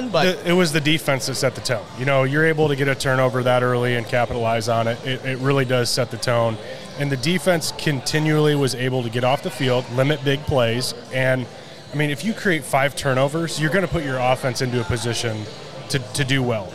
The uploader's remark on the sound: The boys are on the road this week LIVE at JC's Coal Oven Pizza Co. In Granger, IN.